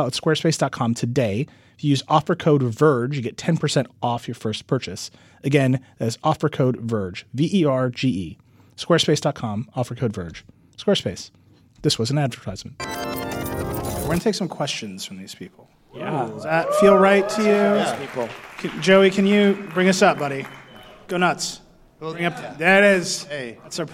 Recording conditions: live audience